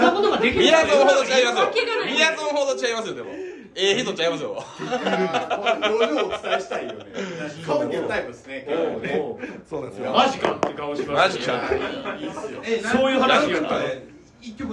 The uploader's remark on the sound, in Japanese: 紅鶴イベント収録